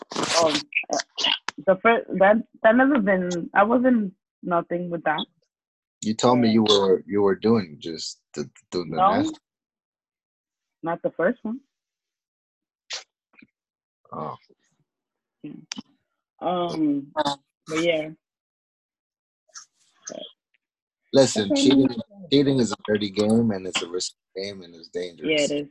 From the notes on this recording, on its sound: sorry we have been having a few technical difficulties due to this new way of recording our podcast